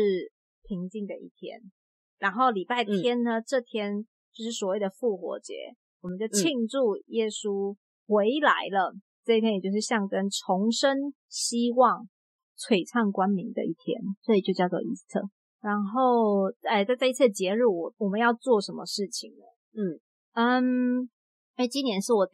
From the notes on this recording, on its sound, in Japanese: 音質警告!!!這次的錄音不知道是不是因為氣氛沉重。音質被惡作劇了。